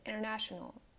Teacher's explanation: you completely drop the T and you just pronounce the N.